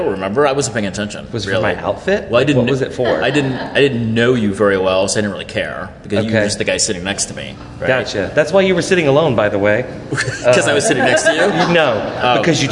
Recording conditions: live audience